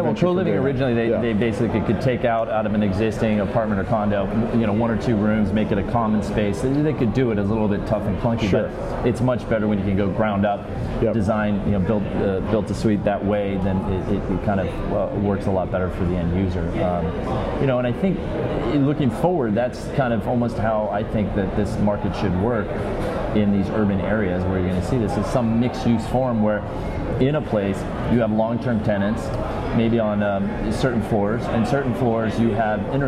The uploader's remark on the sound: Live from IMN Multi Family Conference. At the 3rd Annual IMN Multi-Family Conference in Santa Monica, CA.